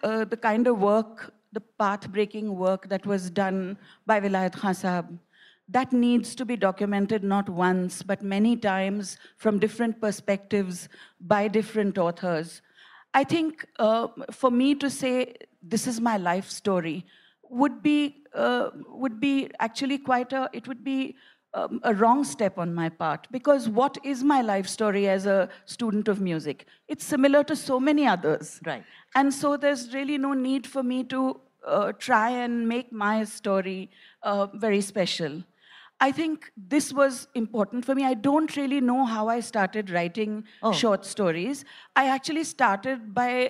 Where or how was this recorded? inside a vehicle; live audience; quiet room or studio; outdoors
live audience